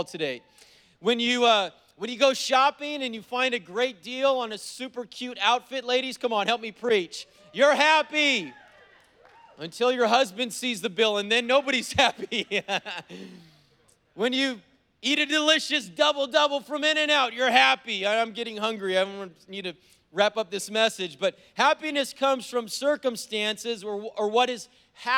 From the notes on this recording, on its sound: was preached on November 7th at the 11:30AM service